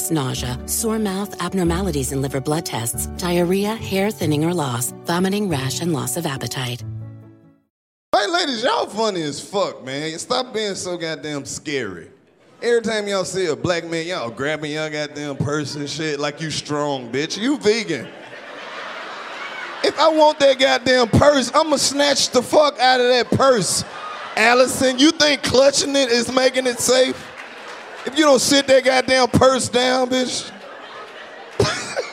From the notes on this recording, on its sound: The 85 South Show hit the west coast for live comedy shows in Long Beach and San Diego.